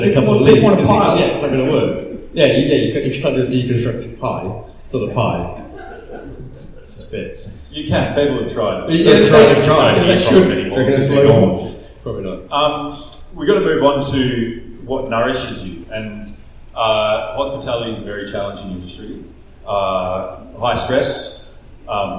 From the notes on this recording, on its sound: Wollongong Writer’s Festival. Sat down for a live podcast at The Wollongong Writer's Festival.